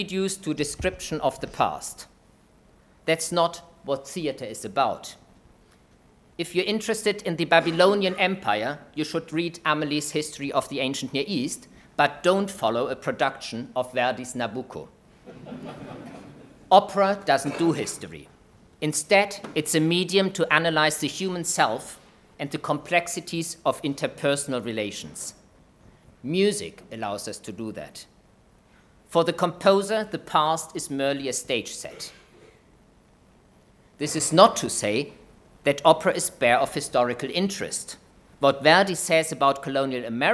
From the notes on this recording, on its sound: UCL History. Inaugural Lecture.